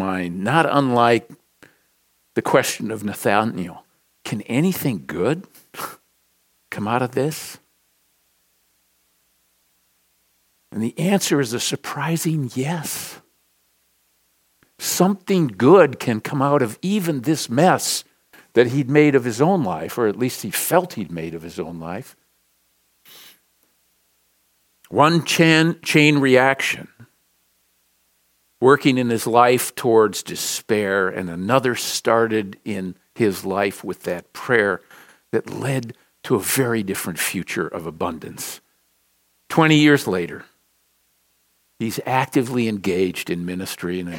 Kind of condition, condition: setting, large echoing room